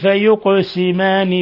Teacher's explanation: فيقسمان القاف ساكنة فتقلقل